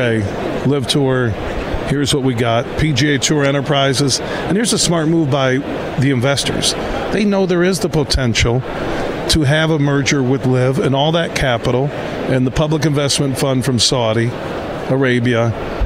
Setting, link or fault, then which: setting, busy venue